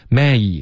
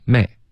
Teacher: may 双元音，大家注意是一个 a 滑到一 · Shown in: first take